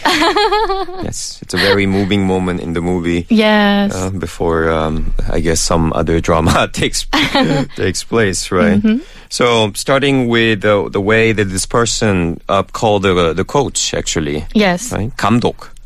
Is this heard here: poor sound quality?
no